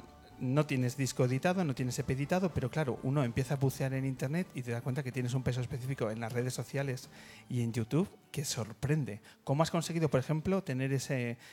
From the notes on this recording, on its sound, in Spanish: nos regala tres canciones en directo durante la entrevista del penúltimo programa de El Hombre que se Enamoró de la Luna en el escenario de Casa Corona.